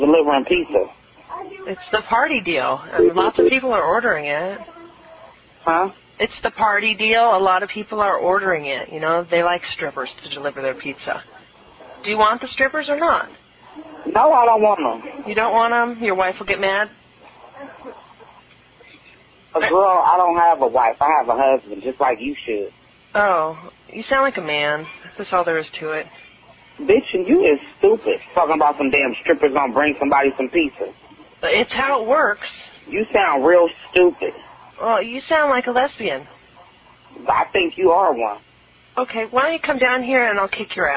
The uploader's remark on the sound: …'s Personal Prank Phone Calls Collection.